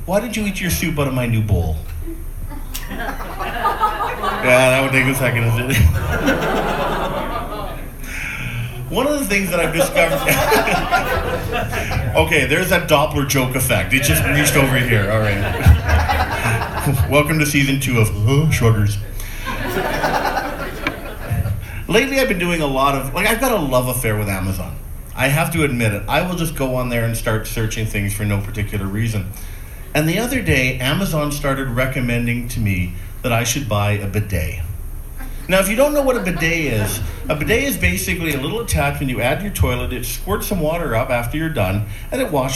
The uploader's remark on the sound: A recent set recorded at the Great Plains Comedy Festival